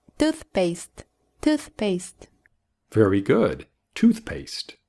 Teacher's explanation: Énfasis en la primera palabra.